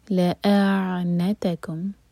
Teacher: حمزہ کا مخرج کلیئر اور پھر عین کا مخرج کلیئر، دونوں کو مکس اپ نہیں کرنا، لعا نہیں ہوگا، لأعنت اور سکون کے بعد نہ، نہ پر زور.